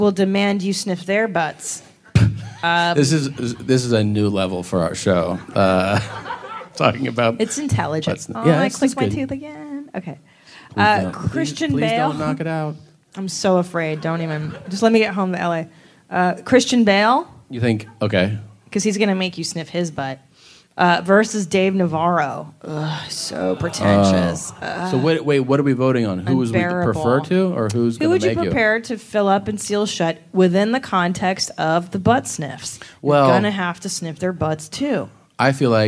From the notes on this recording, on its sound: It's LIVE from San Francisco (Man Frandisco).